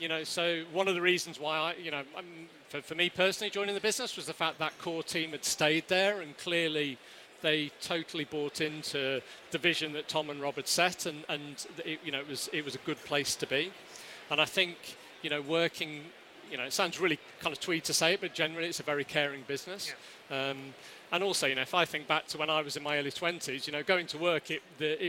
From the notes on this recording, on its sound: which took place back in September, live at Lunch!